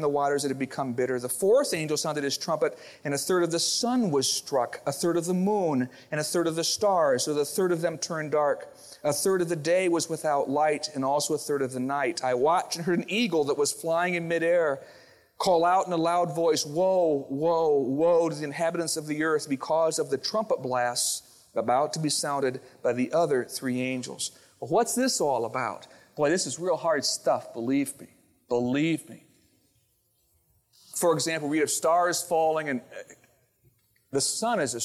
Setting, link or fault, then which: setting, large echoing room